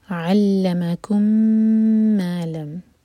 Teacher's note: میم اور میم کا ادغام ہو رہا ہے، میم کو ہولڈ کریں گے دو حرکہ